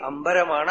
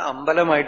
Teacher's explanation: അംബരം എന്നുള്ള വാക്കാണ് മലയാളത്തിൽ അമ്പലം ആയത്. ര എന്നുള്ളത് പോയിട്ട് ലാവായിട്ട് മാറി അംബരമാണ് അമ്പലമായിട്ട് മാറിയത്.